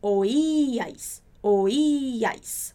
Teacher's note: O a ênfase da palavra tá no i